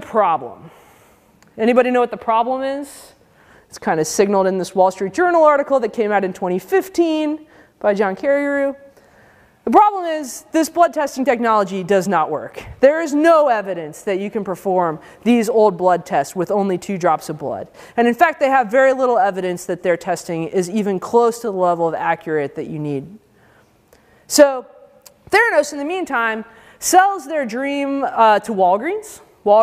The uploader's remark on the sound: Given as part of the day-long conference for high-school students. At the University of Chicago.